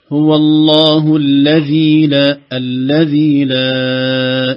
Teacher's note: مد طبيعي في الذي، ما في مد طويل